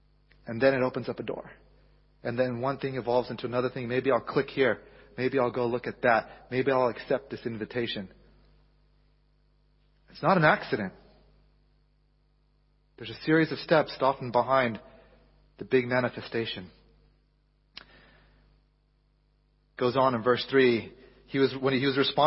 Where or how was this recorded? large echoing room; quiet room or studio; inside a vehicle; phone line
large echoing room